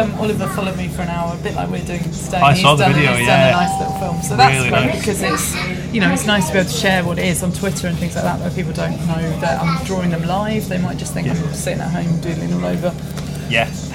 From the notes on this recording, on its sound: Platform 2 of Crystal Palace over ground rail station. We jump on the train to Dalston Junction, where I witness her live in action for one of the most exciting train rides I’ve ever had!